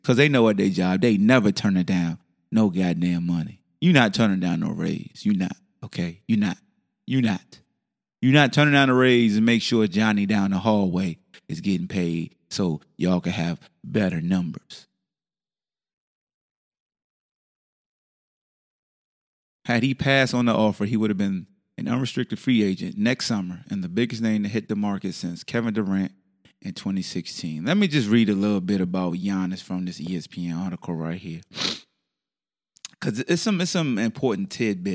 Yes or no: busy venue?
no